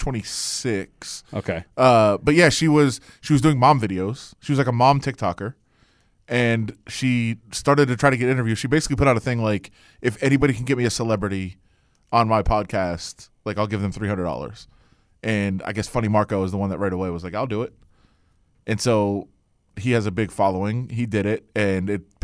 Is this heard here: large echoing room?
no